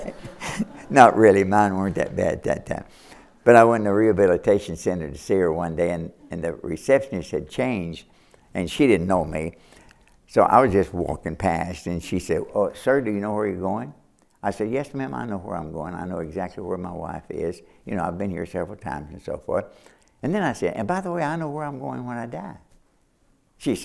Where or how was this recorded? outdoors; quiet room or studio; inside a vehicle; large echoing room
large echoing room